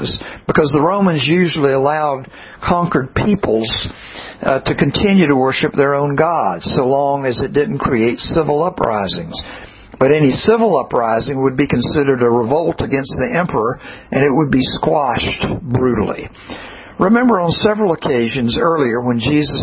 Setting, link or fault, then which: setting, large echoing room